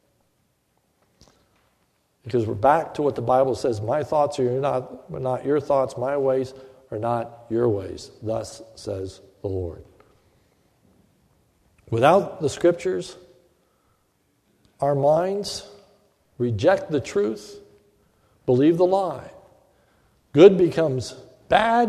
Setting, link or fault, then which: setting, large echoing room